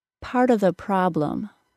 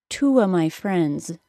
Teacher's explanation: the word of can be reduced to just the schwa sound